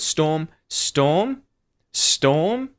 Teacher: And again on the last word, storm, storm, storm, rising intonation.